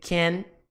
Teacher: Perceba que eu faço o formato de boca do T, can, mas eu não pronuncio ele. · Term: T mudo